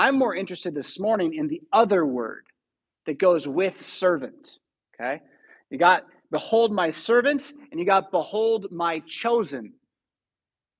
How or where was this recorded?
large echoing room